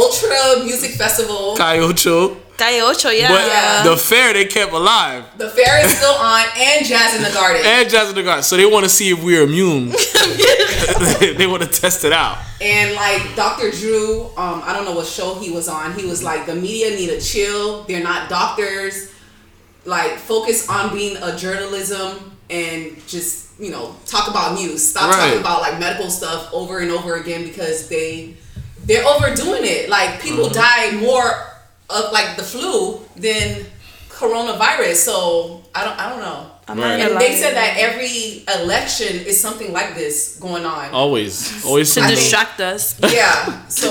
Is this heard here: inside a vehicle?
no